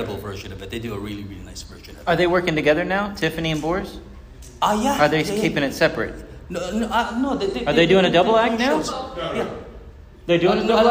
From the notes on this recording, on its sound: This episode was recorded live at The Magicians Alliance of Eastern States.